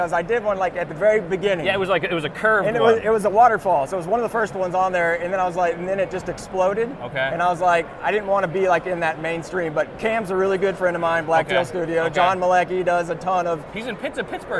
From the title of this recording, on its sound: Live at AU 2023 in Las Vegas!